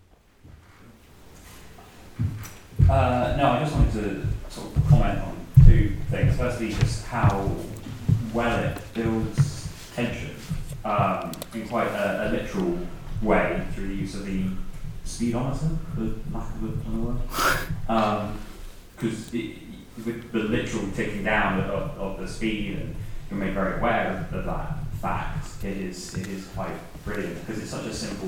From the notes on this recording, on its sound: Screened for the Film at Falmouth 2019 Freshers audience at The Poly in Falmouth. Co-hosting the live event.